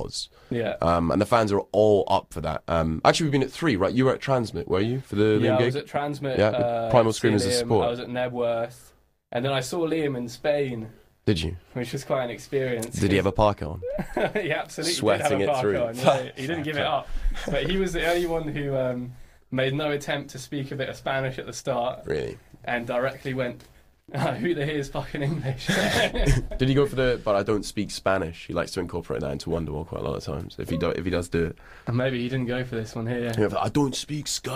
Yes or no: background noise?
no